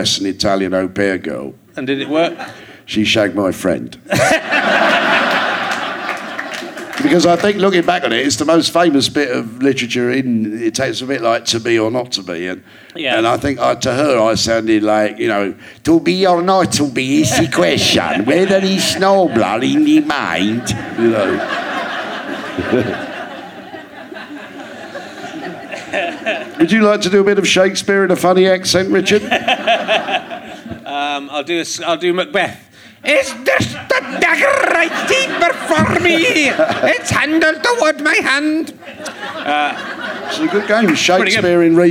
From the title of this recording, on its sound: Leicester Square Theatre Podcast